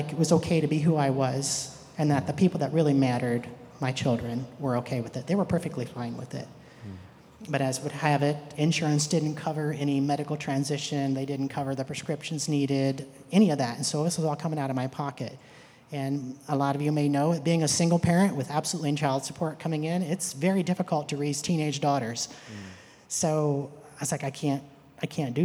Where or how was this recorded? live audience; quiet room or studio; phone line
live audience